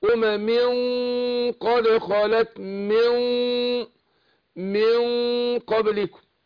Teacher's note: انا بفخم الغنة وبديها مدتها حركتين